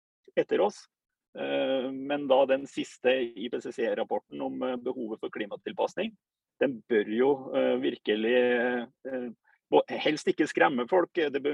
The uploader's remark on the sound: Live Zoom. I denne live-sendingen.